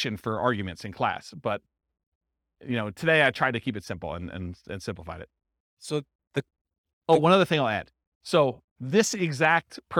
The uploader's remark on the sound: This was a live class recorded